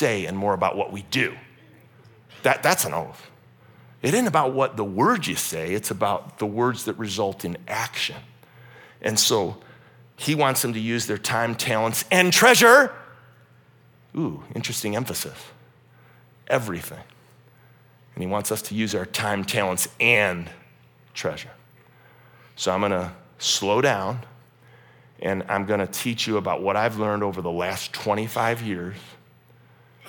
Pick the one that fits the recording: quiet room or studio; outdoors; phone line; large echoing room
large echoing room